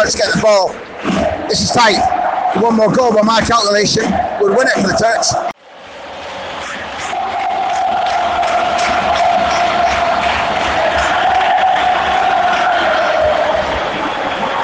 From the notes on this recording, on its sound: Live from Sevilla's rocking Ramón Sánchez Pizjuán stadium. My live take on the action as it unfolded* After-match reaction from the mixed zone.